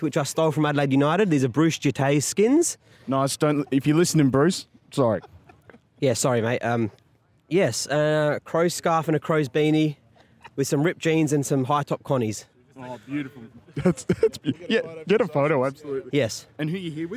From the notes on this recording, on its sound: Post Saints Live Walk & Talk. We had a quick catch up to discuss the game, and had an interview with one of our superfans!